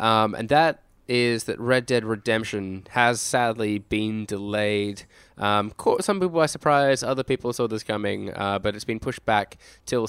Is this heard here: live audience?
no